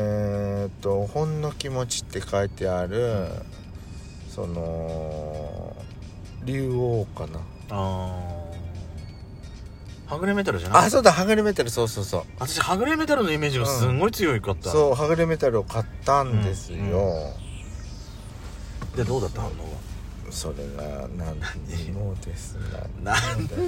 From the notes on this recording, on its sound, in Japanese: パーキング収録